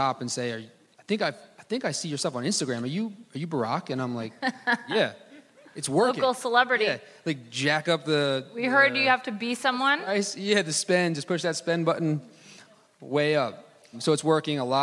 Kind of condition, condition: setting, live audience